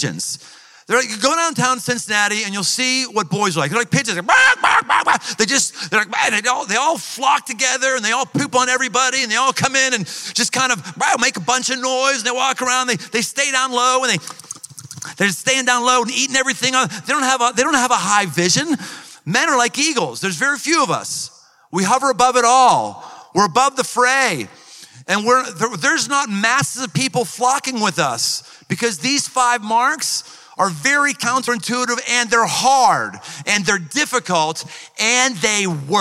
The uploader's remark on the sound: Live in Cincinnati. Recorded live in front of a packed house of athletes and their coaches.